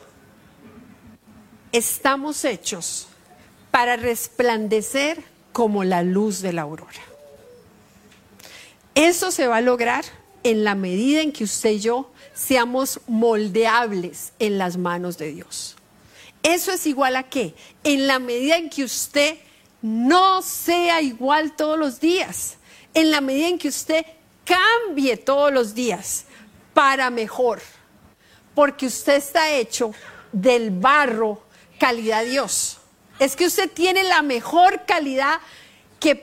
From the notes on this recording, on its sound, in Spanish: Tema en vivo lanzado por Facebook Live el día 4 de Marzo de 2023, en la Reunión Familiar de la Familia-Iglesia de Sydney, Australia.